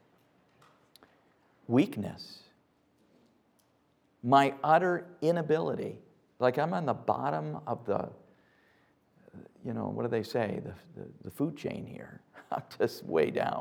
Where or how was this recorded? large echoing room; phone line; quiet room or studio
large echoing room